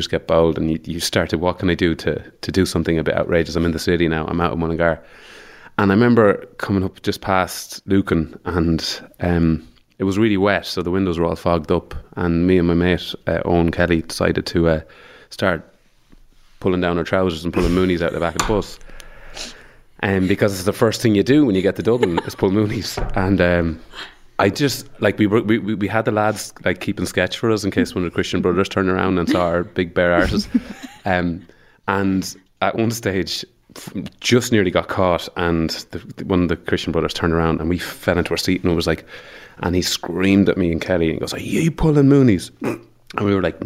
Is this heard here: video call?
no